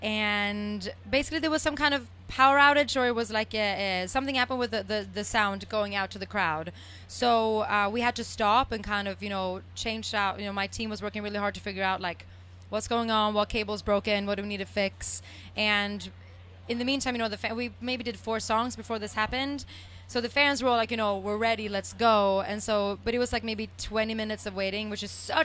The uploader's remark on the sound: The MIX is live backstage at Lollapalooza 2022!